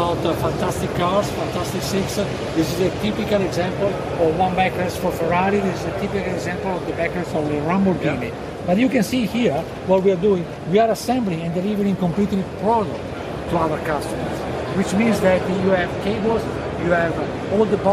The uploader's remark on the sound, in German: Live von der JEC in Paris